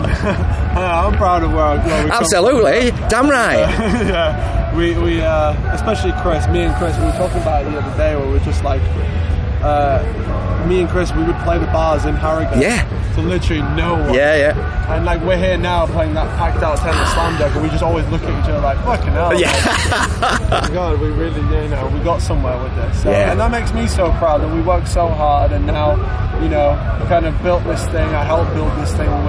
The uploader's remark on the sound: At this weekends Slam Dunk Festival North 2021.